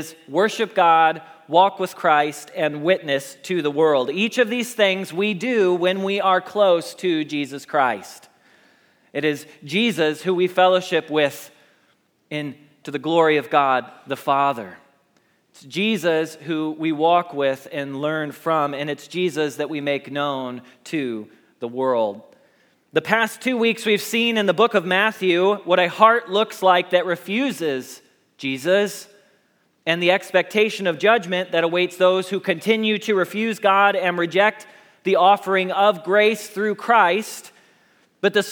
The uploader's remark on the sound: Message Preached at Valley Creek Church